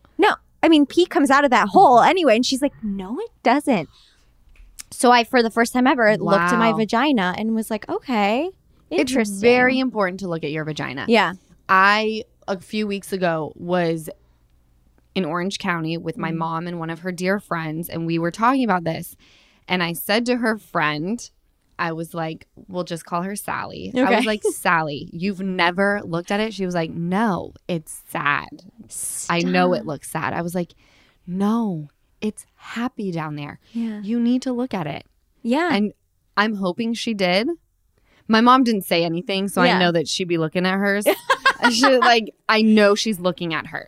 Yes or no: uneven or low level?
no